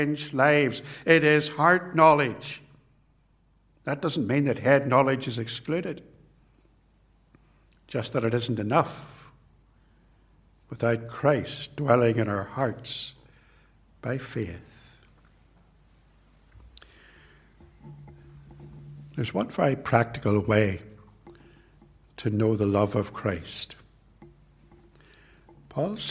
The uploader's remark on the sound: This sermon was preached at Ballymacashon and Templepatrick Reformed Church. It was recorded at TRC.